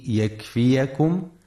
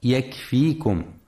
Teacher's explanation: ينتبه القارئ في كلمة يكفيكم لفتح الياء وعدم سكونها · Shown in: first take · فلا يقرأ يكفيكم.